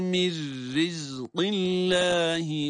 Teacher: ra'nın esrisi sebebiyle de ra harfi ince okunur